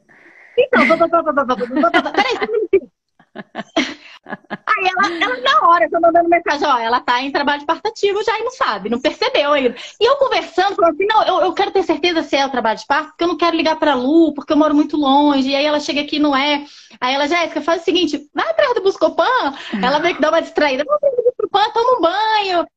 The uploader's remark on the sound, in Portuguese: A conversa foi gravada ao vivo pelo meu Instagram